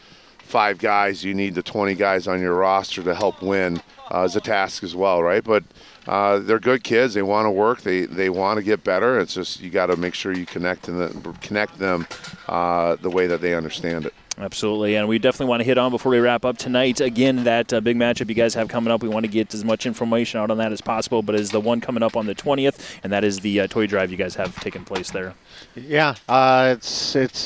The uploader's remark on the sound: The show is recorded every Wednesday at 5:30pm LIVE from The Keg and Patio in Wisconsin Dells next to their beautiful new ice skating rink.